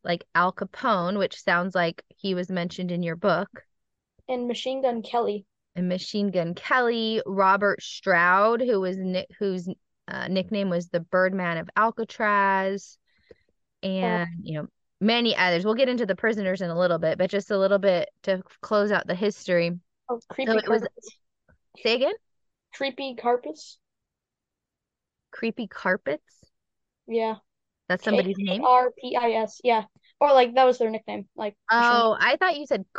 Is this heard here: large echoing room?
no